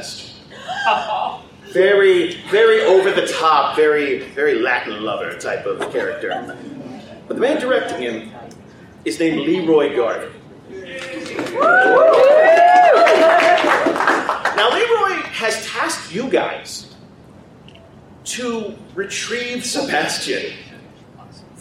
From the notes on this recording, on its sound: Dragoncon 2019 Live Show. Our annual live show from Dragoncon 2019.